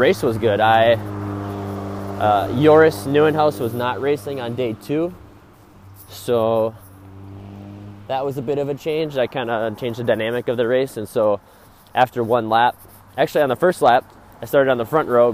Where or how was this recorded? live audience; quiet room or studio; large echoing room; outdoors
outdoors